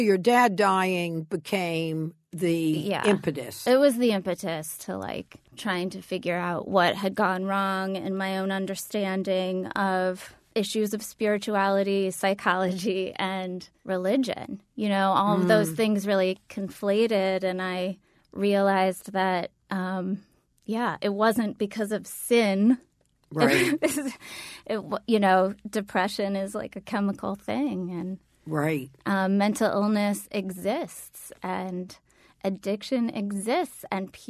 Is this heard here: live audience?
no